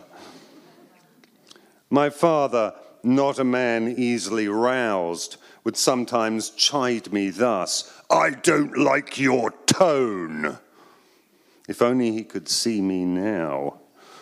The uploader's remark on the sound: Live at Pin Drop at the Royal Academy of Arts. Live at Royal Academy of Arts.